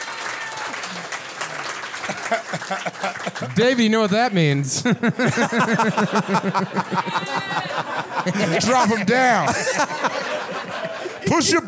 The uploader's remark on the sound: LIVE IN MINNESOTA. This episode was recorded live at The 10,000 Laughs Comedy Festival in Minneapolis, Minnesota.